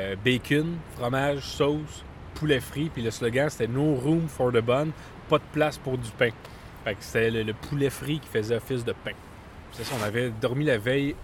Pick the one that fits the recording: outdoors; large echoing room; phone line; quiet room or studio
outdoors